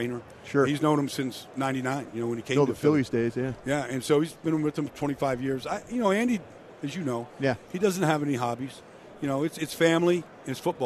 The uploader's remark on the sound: live from Super Bowl Radio Row